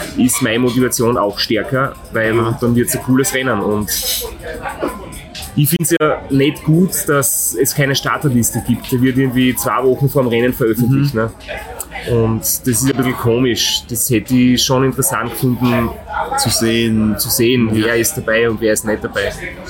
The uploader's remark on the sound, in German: Keine Studio-Audioqualität bietet, dafür die Atmosphäre an der Bar im Zielbereich in Thessaloniki authentisch einfängt.